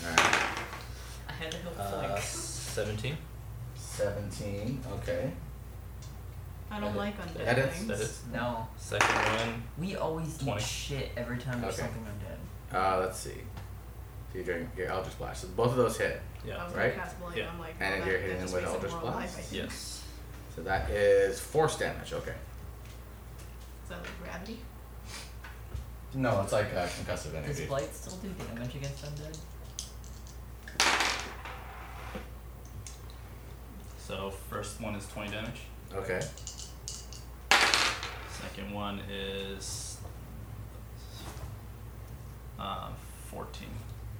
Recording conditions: background noise